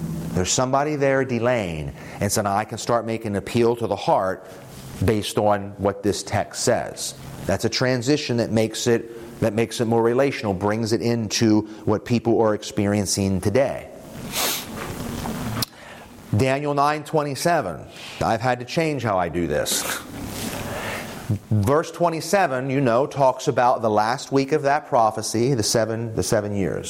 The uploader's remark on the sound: this presentation from the evangelistic innovation track at the 2023 Propel Conference